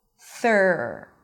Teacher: the lips round a bit, and the sides of the tongue push the insides of the upper teeth.